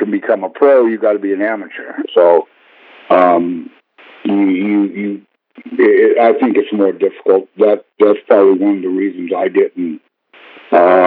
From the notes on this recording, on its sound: This interview was recorded during the early stages of Autoweek’s podcast, so ignore the format and interview recording quality.